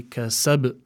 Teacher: Then you must give the قلقلة in this particular word more emphasis because the ba is at the end. So you would say كسب to add more emphasis for the قلقلة.